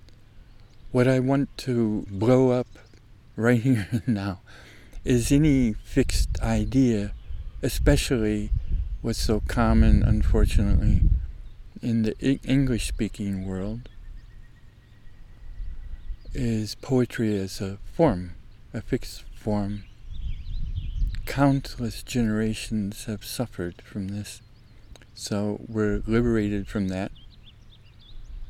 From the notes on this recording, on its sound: Out doing May high-country photography fieldwork, still early in the morning, a pause a while, and start a new series of recordings, POEMS TO LIVE BY. Please excuse two little windy waves in the recording... Whitebark Pine Country, May aspect, SOUTH #WALLOWAS, #OREGON.